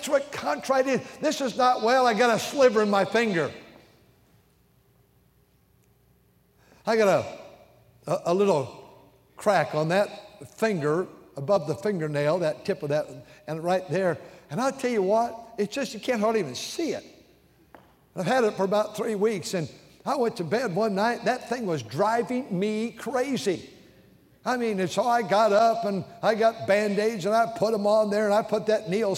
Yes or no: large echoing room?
yes